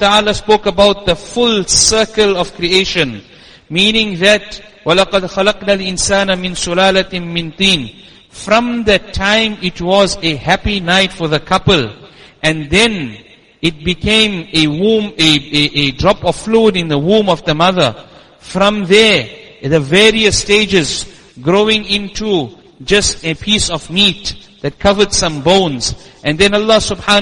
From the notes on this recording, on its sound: Jumuah lecture at Masjid us Siddique